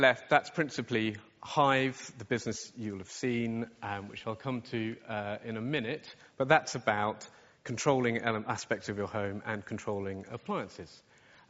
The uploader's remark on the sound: From our 2017 conference Insurance Innovators Summit